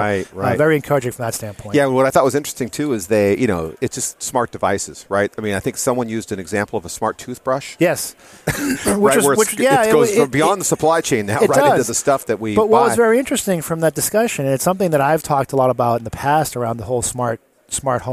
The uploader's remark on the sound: Live at Gartner. Recorded on the show floor.